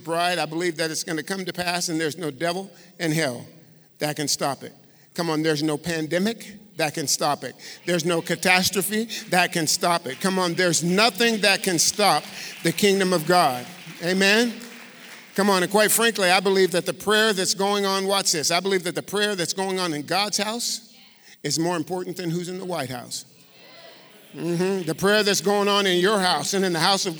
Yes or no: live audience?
yes